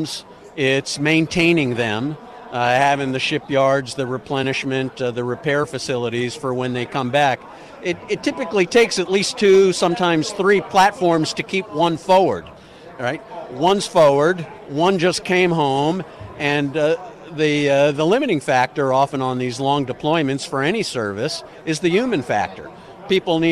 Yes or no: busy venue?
yes